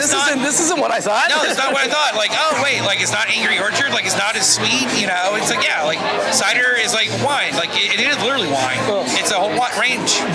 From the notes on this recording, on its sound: I never really seem to learn my lesson about recording shows on location from loud events, do I? This episode is packed full of the chaos you would expect from trying to record during a beer festival. It's loud, a little disorganized, yet a ton of fun.